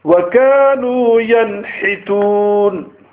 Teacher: pronounced without gunna, i.e. no nasalization